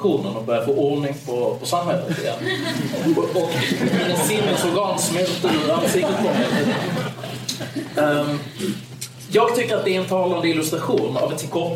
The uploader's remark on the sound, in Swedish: En inspelning från en lunch med ledarredaktionen som hölls på Playhouse teater.